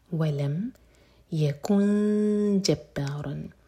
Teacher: M T نون کے بعد جیم، تو جیم کے لیے اخفا کیا جائے گا